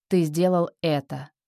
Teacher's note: Утверждение. Тон вниз на «это»